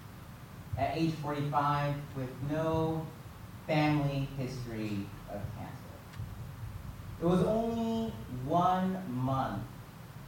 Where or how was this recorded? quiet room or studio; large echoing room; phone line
large echoing room